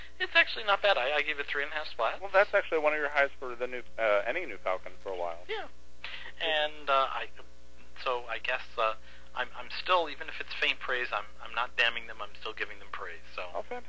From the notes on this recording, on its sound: had to phone in this podcast!